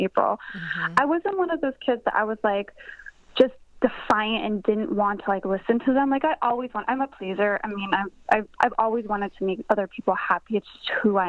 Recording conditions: phone line